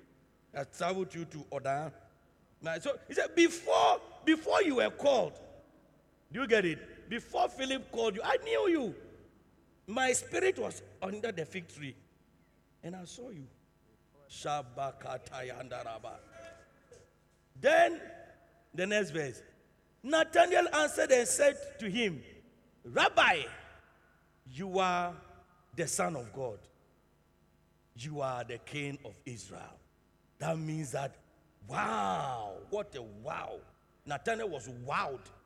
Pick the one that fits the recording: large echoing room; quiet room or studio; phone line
large echoing room